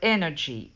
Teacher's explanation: the word in English, the word energy, the first syllable is accentuated